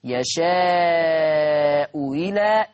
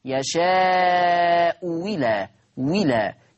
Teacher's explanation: يبقى في تسهيل التانية أو الإبدال واو مكسورة